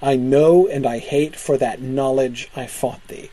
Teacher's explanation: notice in the first line, the alliteration is actually on the N sound